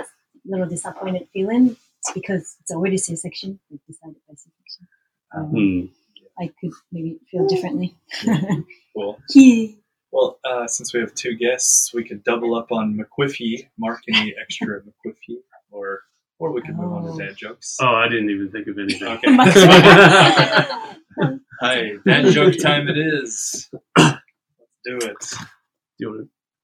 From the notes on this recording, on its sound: Please forgive any sound issues with this episode. We were al sitting around one mic, which made editing very difficult.